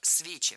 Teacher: В этих формах ударяем корень слова «свечи».